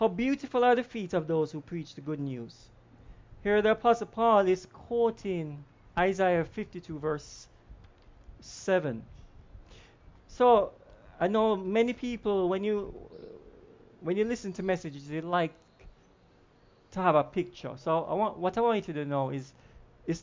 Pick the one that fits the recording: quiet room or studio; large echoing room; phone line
large echoing room